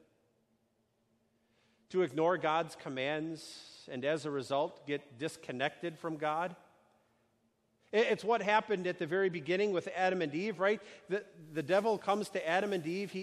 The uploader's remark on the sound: A sermon delivered on Sunday, June 9, 2019, at Our Savior Lutheran Church in Birmingham, AL